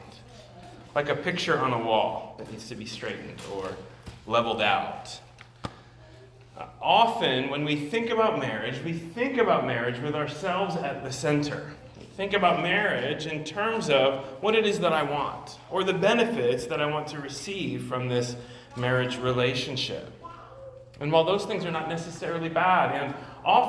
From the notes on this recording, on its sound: at Immanuel Church of Orange County